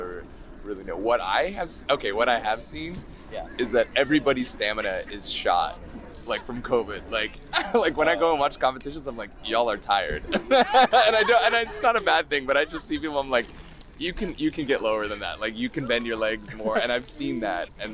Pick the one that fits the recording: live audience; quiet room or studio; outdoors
outdoors